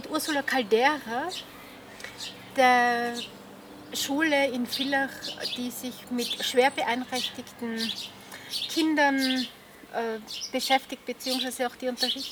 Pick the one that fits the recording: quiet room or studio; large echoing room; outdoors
outdoors